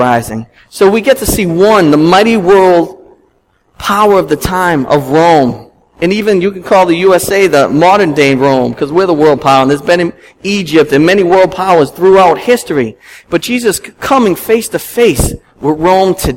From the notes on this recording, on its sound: at Restoration Road Church in Wakefield, MA